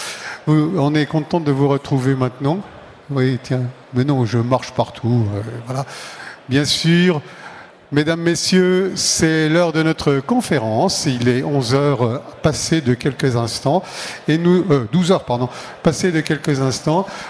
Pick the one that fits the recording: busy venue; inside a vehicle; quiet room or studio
busy venue